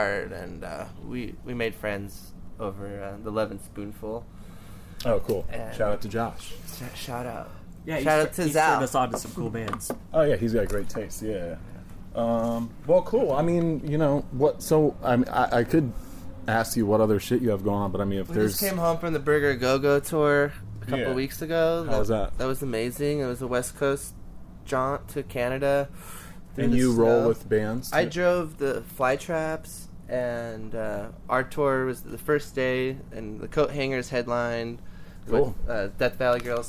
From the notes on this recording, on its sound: We recorded this at their awesome, brick and mortar store in Fullerton, California. Everyone was stoned and happy.